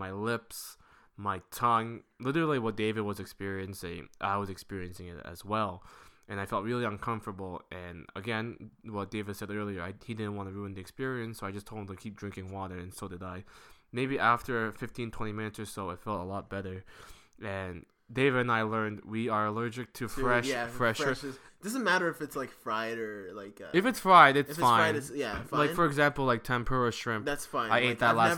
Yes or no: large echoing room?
no